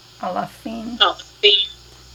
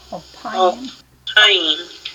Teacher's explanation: notice the pay got hard when we came to 2,000, alpayim · Shown in: second take